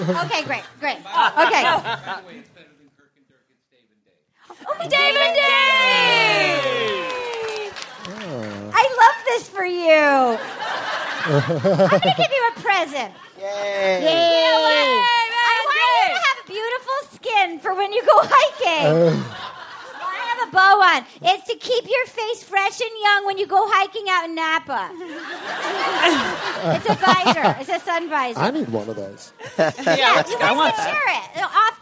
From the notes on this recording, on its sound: Live from SF Sketchfest. It's LIVE from the San Fransisco Sketchfest.